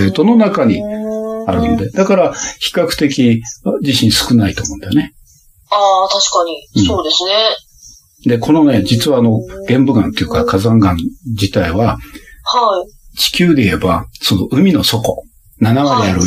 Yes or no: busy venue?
no